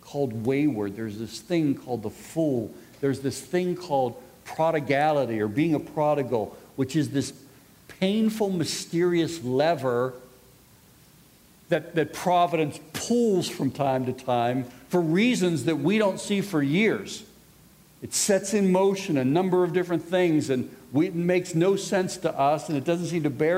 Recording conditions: live audience